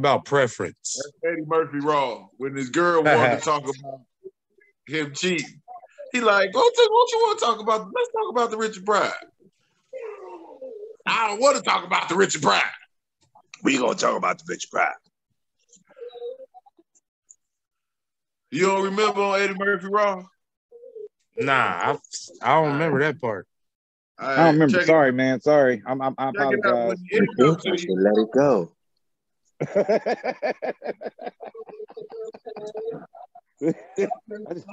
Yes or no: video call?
yes